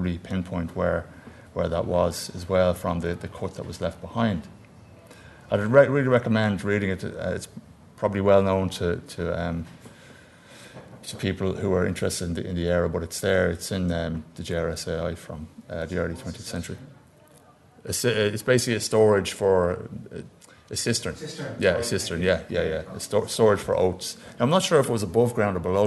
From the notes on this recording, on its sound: at the 2022 Tudor and Stuart Ireland Conference.